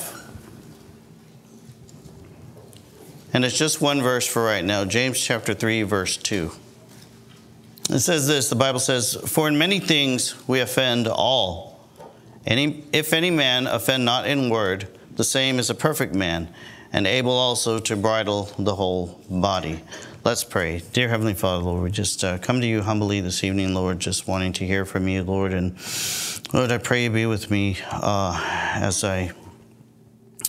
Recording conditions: large echoing room